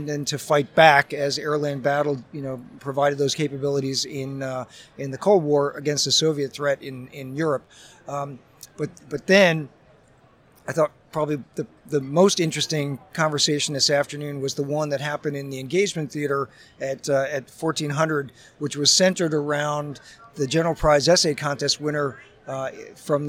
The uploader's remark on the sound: live from the San Diego Convention Center